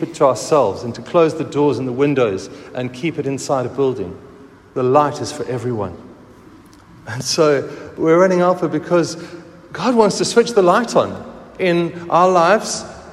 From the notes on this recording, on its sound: Recorded at the 9:30am service on Sunday 23rd July 2023